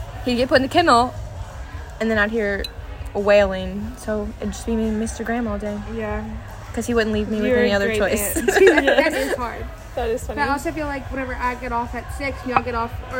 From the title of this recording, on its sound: Live from the Ship